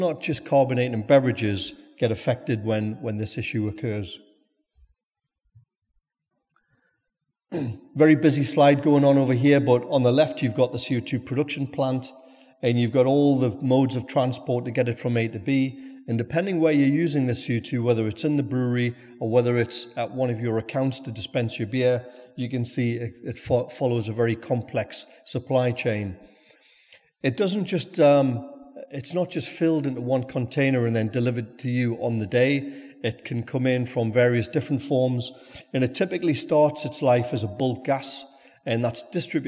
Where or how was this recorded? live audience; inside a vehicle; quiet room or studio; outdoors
live audience